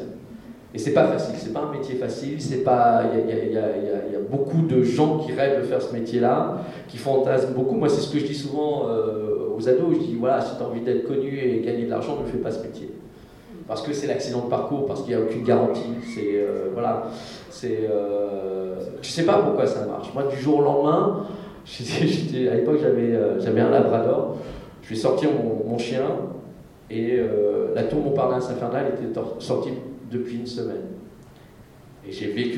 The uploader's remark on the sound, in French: Conférence TGS Springbreak 2017